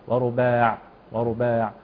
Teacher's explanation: هذه العين من صفاتها التوسط، لا هي شديده ولا هي رخوة أو رخوة، لكن وسط بين الاثنين، فنقرأ هكذا ورباع ورباع. · Term: بعبعة العين